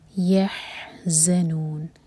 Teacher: वाला ला है, वलाहुम और नहीं वो, ठीक है, वलाहुम यहज़नून, हा हलक से और उसके बाद ज़ा पर बजिंग साउंड